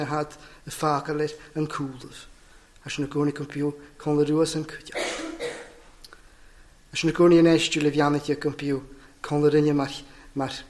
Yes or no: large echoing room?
yes